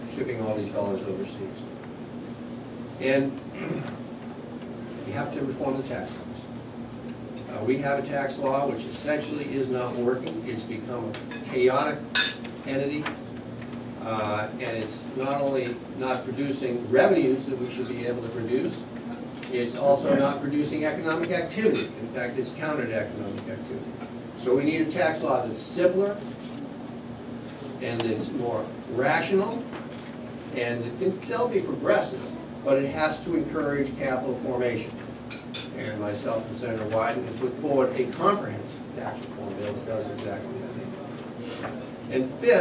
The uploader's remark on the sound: Addresses The Ripon Society on July 1, 2010